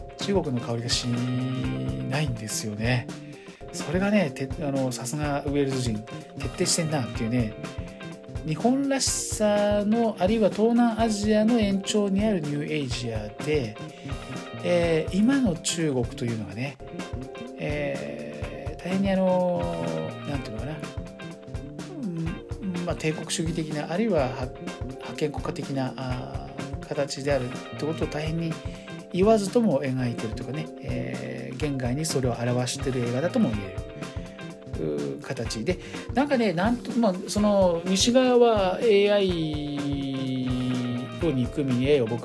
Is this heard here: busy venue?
no